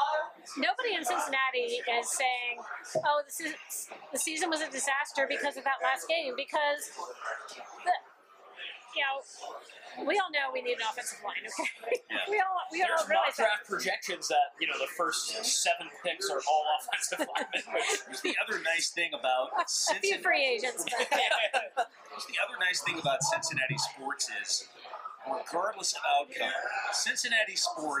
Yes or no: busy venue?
yes